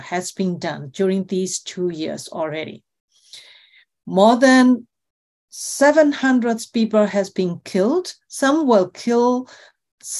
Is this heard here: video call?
yes